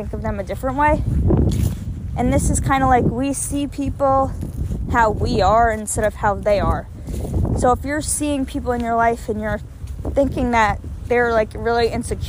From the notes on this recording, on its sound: sorry about the wind I recorded this on a walk outside